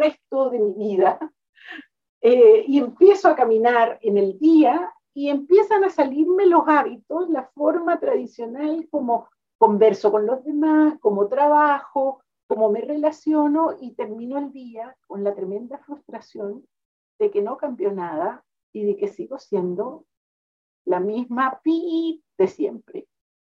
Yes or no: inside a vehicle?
no